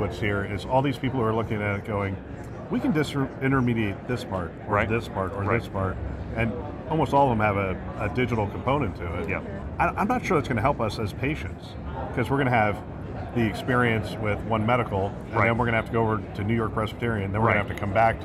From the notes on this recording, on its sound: It’s an Interview in Action live from HLTH.